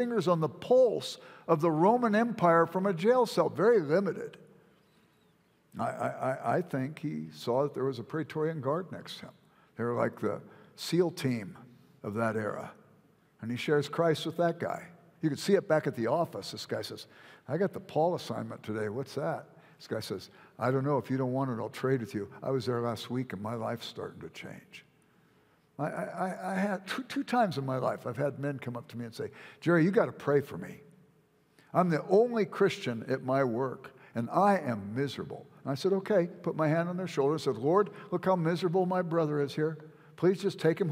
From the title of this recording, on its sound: at Timberline Church - Audio